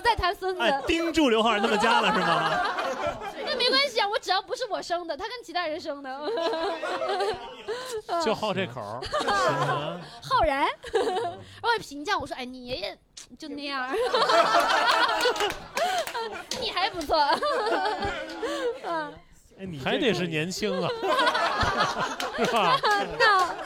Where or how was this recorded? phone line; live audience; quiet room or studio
live audience